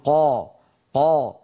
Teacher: لما نقول قا قا نجد بأن الصوت يتصعد إلى قبة الحنك إلى سقف الحلق فيصطدم به ويعود وله رنين يملأ الفم · Term: التفخيم